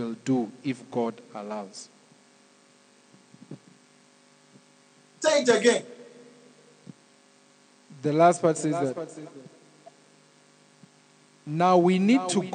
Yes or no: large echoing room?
yes